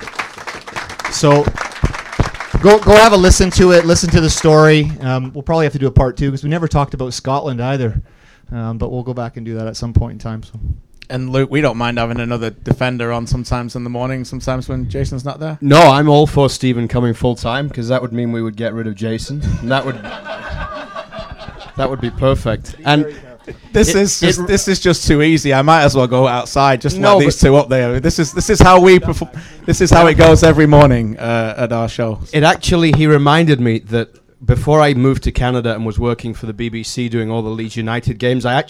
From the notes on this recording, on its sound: Recorded at Opera Bob's